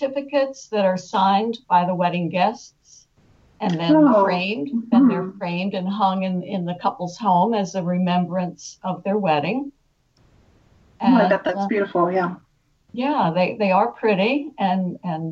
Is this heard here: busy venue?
no